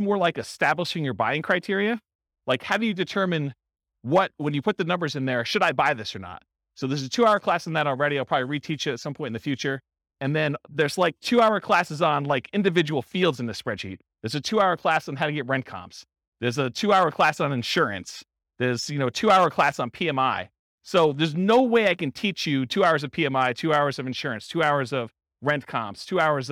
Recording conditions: live audience